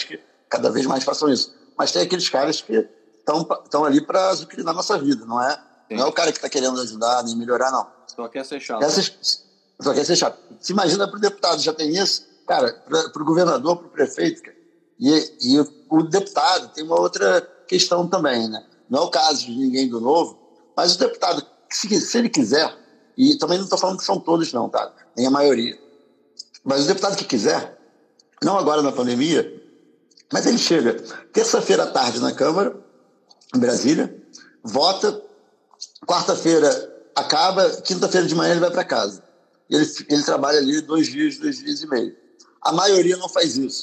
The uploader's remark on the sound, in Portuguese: Live no Instagram